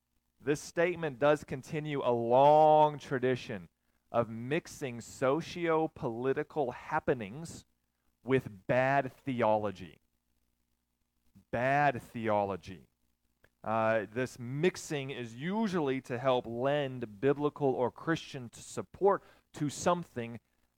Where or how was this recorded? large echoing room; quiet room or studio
large echoing room